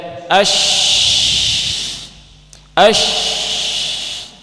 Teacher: Tafasyi yaitu tersebarnya udara pada seluruh mulut ketika mengucapkan huruf tersebut. Ini hurufnya ada pada shin.